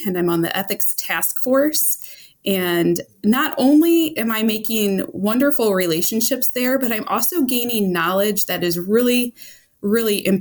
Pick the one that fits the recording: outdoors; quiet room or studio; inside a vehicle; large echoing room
quiet room or studio